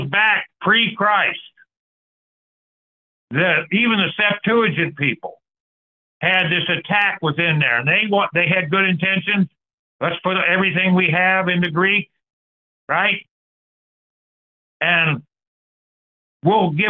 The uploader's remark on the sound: Call In Bible Study